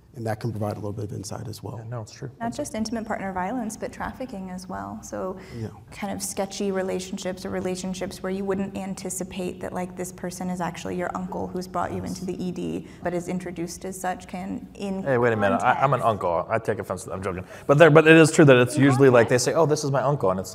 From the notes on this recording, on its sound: This episode was recorded in front of a LIVE audience at the ACOEP's Spring Seminar this past April in Arizona.